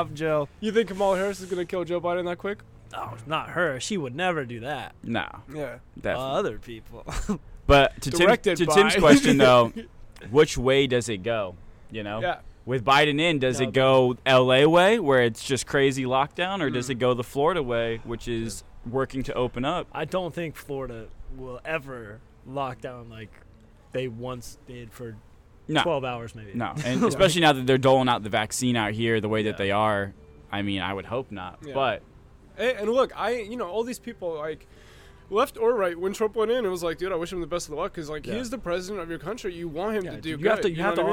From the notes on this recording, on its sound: FLORIDA LIVE SHOW! LIVE from the Sebastian Tiki Bar and Grill in Sebastian, Florida!